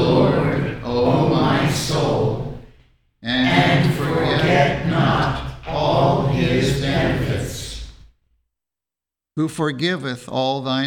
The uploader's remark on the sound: The Sunday service audio from October 17th, 2021